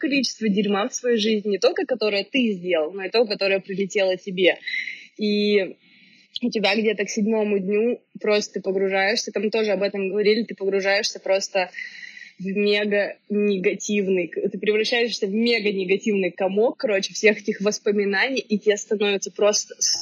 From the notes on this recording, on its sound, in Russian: и все это с плохейшим звуком